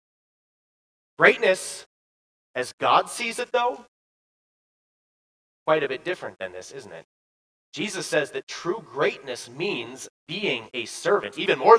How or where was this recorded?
large echoing room